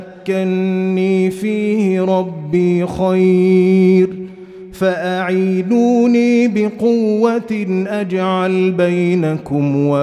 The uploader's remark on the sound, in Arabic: مسجل من صلاة التراويح بمسجد السلام بحي مشرفة بجدة